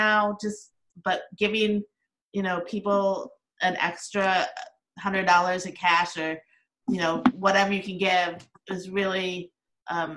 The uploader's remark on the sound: This is a zoom chat.